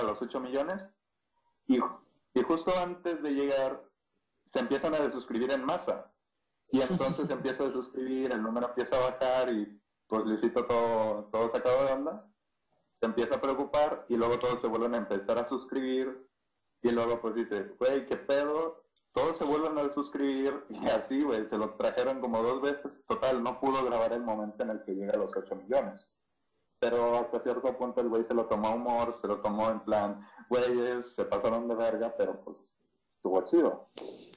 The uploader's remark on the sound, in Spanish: Lamentamos el Audio fallo.